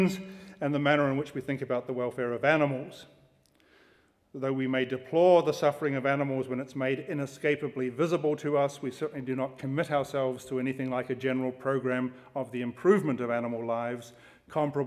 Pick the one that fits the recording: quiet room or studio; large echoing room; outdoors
large echoing room